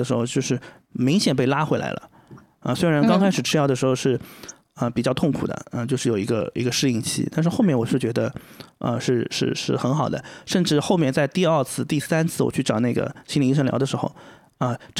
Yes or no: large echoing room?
no